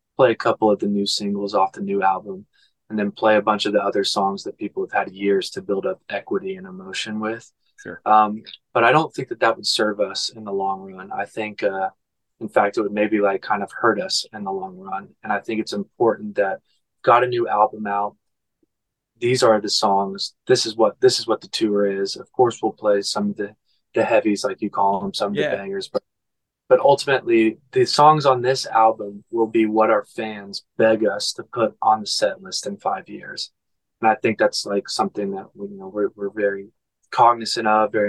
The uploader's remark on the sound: via ZOOM